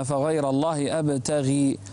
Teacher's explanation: رقق الغين لأنها مكسورة